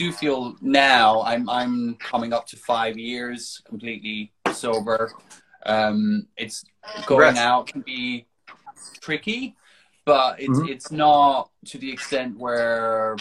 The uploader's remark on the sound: Recorded on 4 May 2022 on Instagram Live